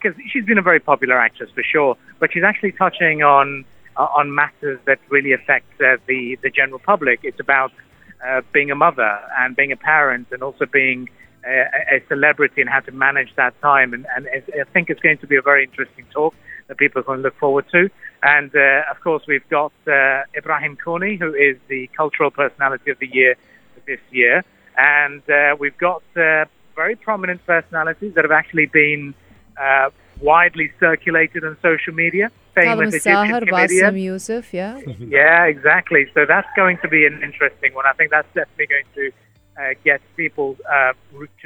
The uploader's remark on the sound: live from the opening day of the Sharjah International Book Fair (SIBF), calls back into the studio